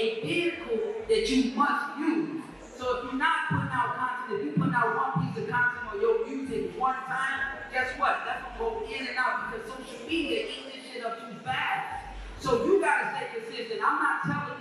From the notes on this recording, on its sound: first ever LIVE show during Indie Fest in Atlanta Ga.